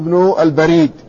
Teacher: بفتح الباء وبكسر الراء